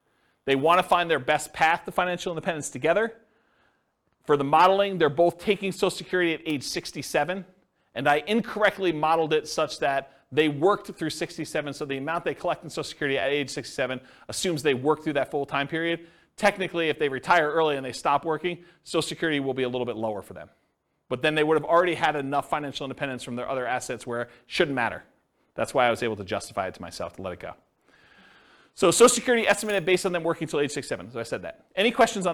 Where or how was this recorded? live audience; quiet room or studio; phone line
live audience